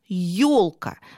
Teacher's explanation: Вот если чётко-чётко фонетически произнести это слово, мы слышим, что ё делится на два звука. И краткое и «о», которое будет ударным.